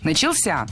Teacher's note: В этом глаголе ударным должен быть последний слог, возвратная часть «ся», которая, кстати, часто находится под ударением.